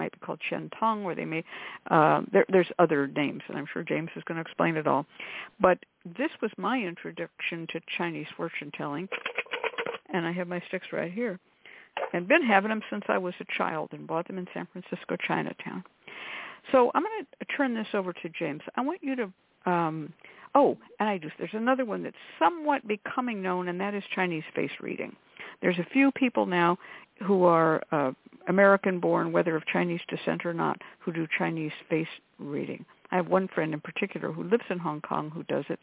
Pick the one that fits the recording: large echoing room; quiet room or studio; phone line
phone line